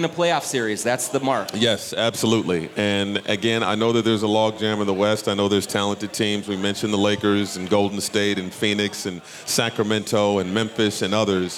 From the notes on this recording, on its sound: Live from Headflyer. From Headflyer Brewing in Minneapolis.